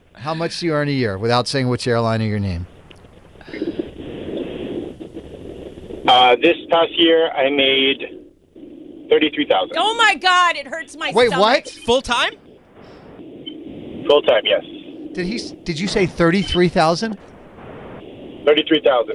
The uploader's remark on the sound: People called in anonymously